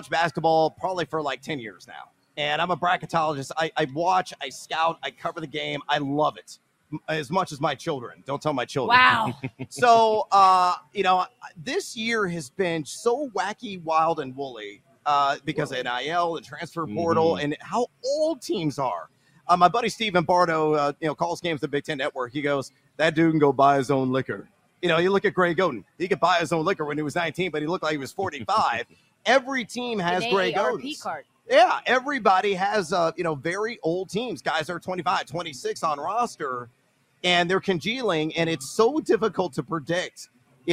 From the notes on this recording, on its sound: LIVE FROM LAS Vegas at Mandalay Bay!